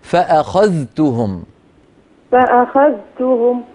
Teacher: حفص يظهر الذال عند التاء